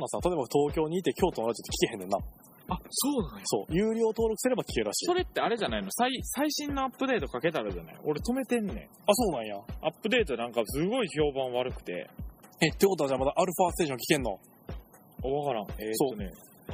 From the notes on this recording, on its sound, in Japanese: 今回はひっさしぶりに集まったので、公園をダラダラ歩きながらダラダラ話してみました。時々人が通る時に恥ずかしがる。代々木公園ロケ！！